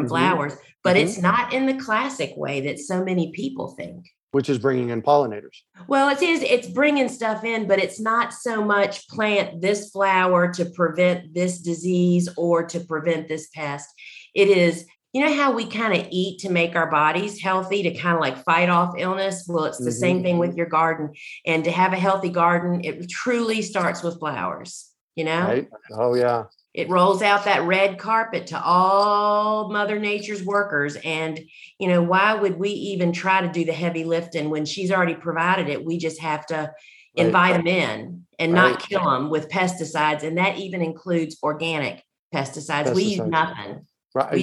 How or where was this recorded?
video call